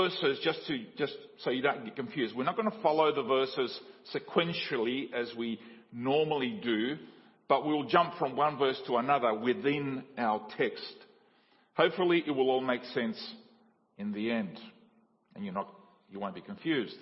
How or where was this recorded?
large echoing room